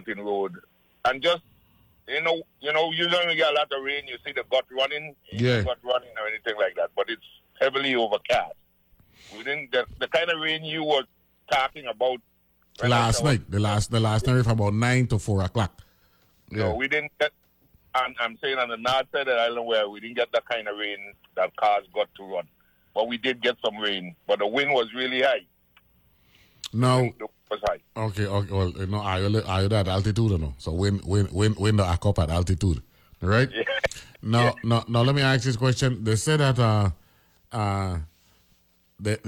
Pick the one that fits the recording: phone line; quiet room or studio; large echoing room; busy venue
phone line